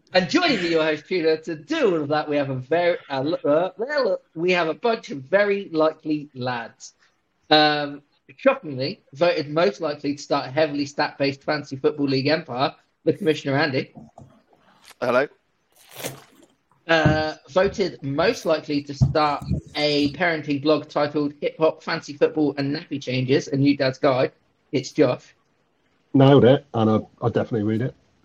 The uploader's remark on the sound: Sorry about the bad audio quality